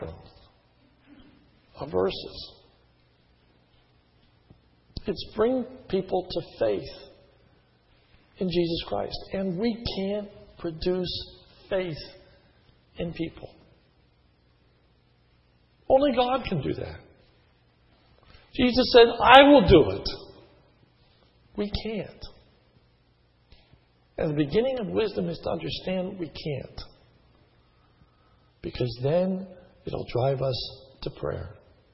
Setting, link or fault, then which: setting, large echoing room